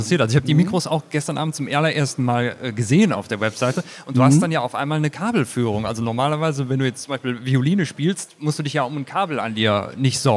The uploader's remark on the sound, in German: Spricht mit uns auf der LEaT con in Hamburg.